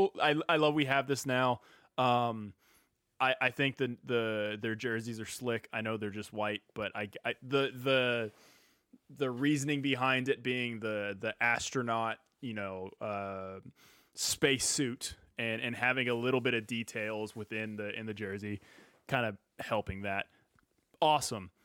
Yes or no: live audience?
no